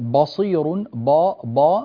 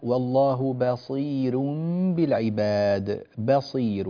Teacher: لا تجعل الباء المرققة تتأثر بالصاد المفخمة التي بعدها · Shown in: second take